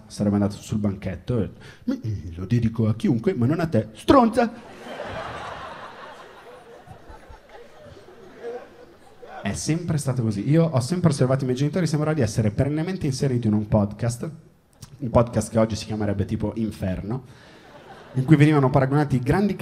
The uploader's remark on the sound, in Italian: Pezzo tratto dal mio spettacolo dello scorso anno. Registrato al Circolo Magnolia - Milano.